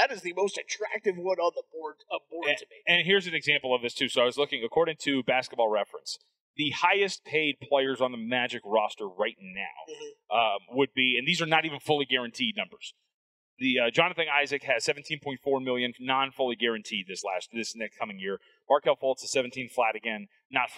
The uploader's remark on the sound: Live from Summer League in Vegas!